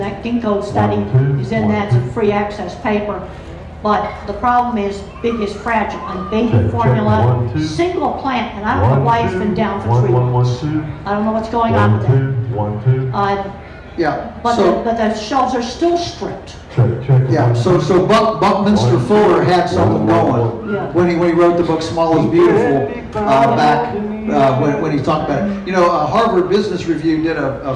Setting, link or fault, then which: setting, busy venue